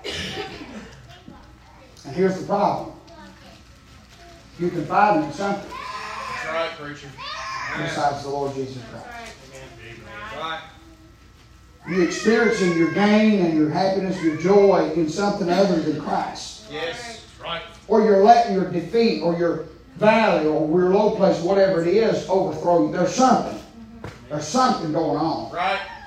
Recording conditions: large echoing room